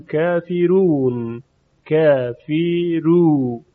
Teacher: حرف را ترقیق میشود. چرا؟ چون قبل از این را کسره قرار گرفته